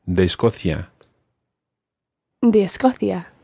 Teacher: it's still written as two words, de Escocia, but it does run together when you're pronouncing it